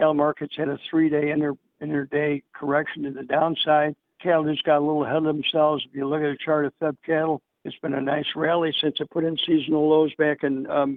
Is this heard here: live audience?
no